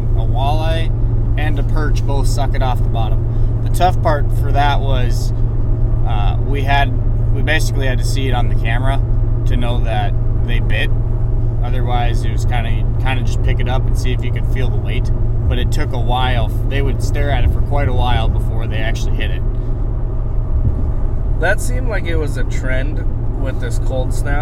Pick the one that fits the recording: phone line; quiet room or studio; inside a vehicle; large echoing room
inside a vehicle